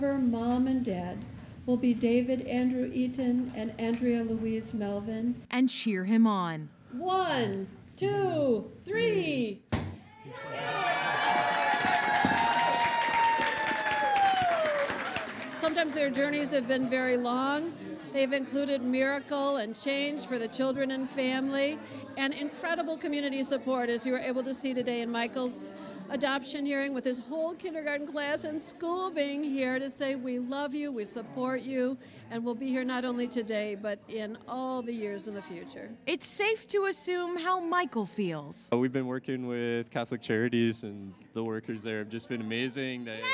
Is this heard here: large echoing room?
yes